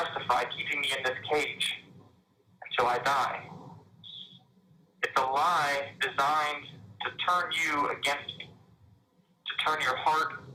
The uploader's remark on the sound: This was a recorded call that was shared at the end of Day One of the Miami 2021 Bitcoin Conference.